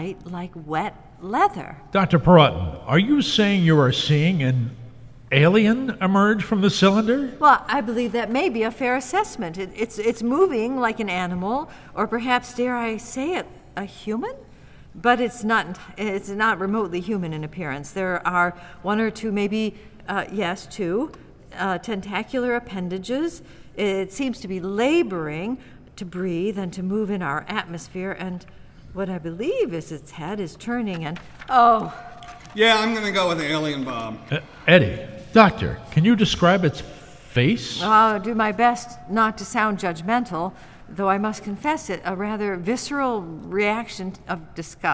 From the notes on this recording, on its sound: Recorded before a live audience